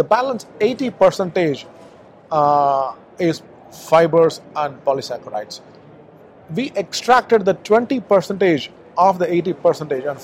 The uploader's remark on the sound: Live from SupplySide West